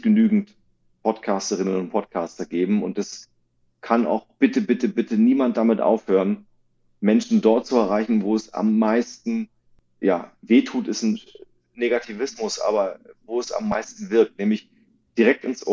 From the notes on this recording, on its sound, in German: Leider hat die Audioqualität unserer Aufnahme etwas gelitten.